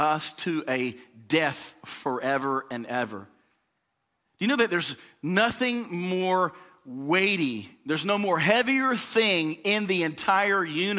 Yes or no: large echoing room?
yes